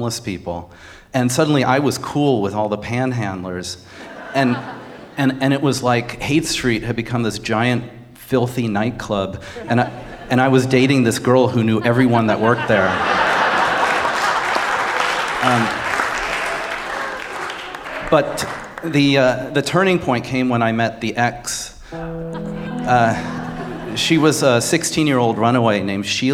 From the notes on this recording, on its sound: our Snap Judgment audience